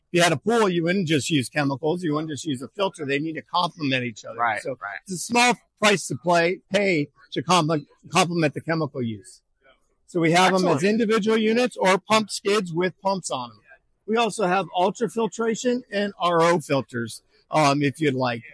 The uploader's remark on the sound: LIVE at AHR